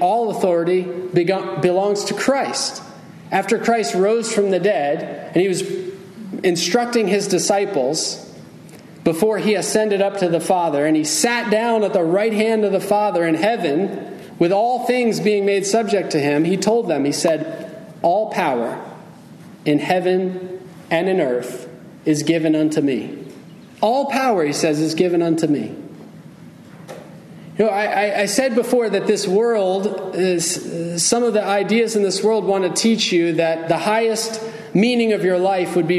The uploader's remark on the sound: Message delivered Sunday, July 9, 2023 at Mt Carmel Primitive Baptist Church, Bel Air, Maryland.